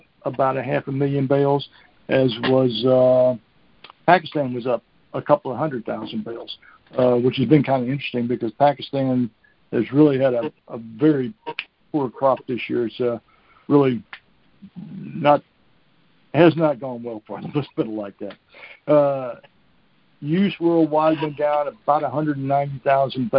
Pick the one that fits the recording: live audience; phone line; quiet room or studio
phone line